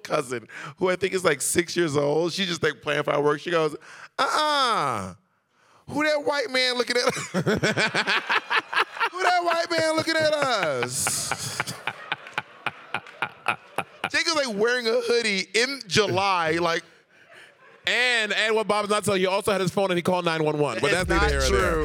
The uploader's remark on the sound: Live in Aspen. Coming to you live from Aspen! In mountains earlier this year during Aspen Gay Ski Week 2022.